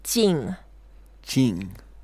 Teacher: it's the fourth tone, so we go down as if we are not that quiet, as if we are not that calm, a bit angry sound.